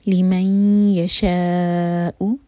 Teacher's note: شاء پر جو مد ہے یہ ہے مد متصل، مد اور حمزہ ایک ہی ورڈ کے اندر ہیں